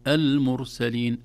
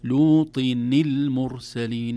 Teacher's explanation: طبعا الساكنان هنا لوط نون التنوين، ال واللام في المرسلين، والألف سقطت لأن همزة وصل تسقط عند درج الكلام أو عند وصل الكلمة بما قبلها، أصبح هنا نون الساكنة بعدها لام، لوطن مباشرة، لوطن نل نا نون ثم لام، لا يوجد ألف بينهما أبدا · Shown in: second take · الألف لا تكون إلا إذا بدأنا المرسلين، أما مع ما قبلها لوطن المرسلين.